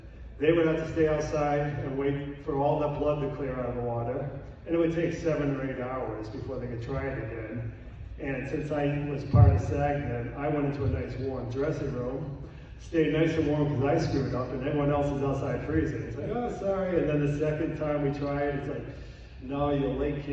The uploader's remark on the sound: Days of the Dead Indianapolis, July 16, 2021